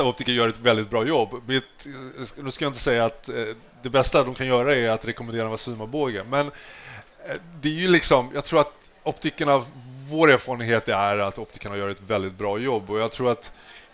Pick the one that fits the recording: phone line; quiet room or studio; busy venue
busy venue